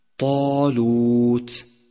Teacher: طالوت حرف تفخيم مفتوح، مفتوح بعده ألف، وهذه أعلى مراتب التفخيم